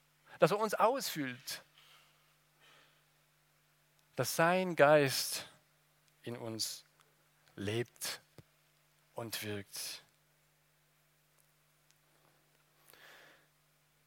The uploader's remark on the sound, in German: aus dem Gottesdienst der Liebenzeller Mission